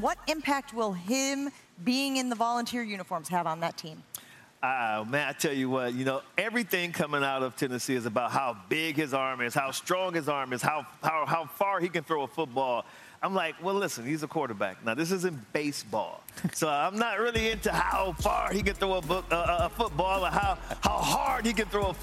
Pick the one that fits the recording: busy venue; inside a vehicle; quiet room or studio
busy venue